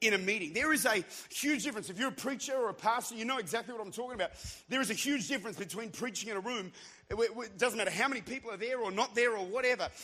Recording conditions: large echoing room